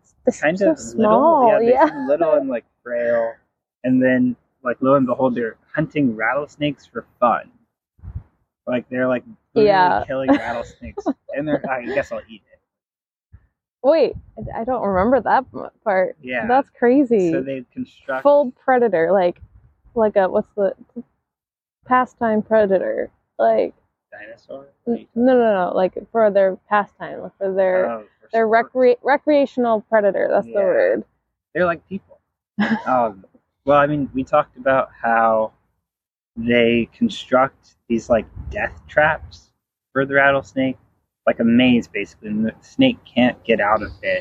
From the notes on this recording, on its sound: This is a special bonus episode- it was recorded outside in the park with birds chirping all around us! I wanted to give this conversation a more natural vibe, with minimal editing and sound effects.